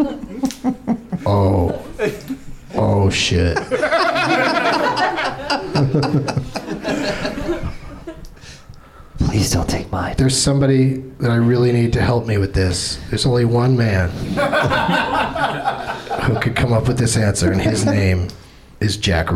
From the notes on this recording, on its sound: Live from the NerdMelt Showroom in LA